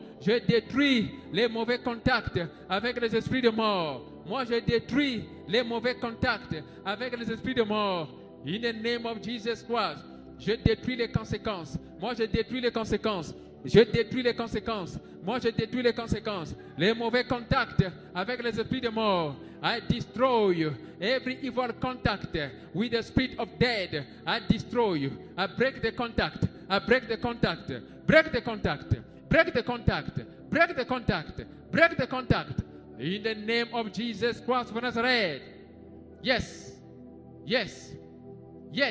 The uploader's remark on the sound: SUNDAY LIVE SERVICE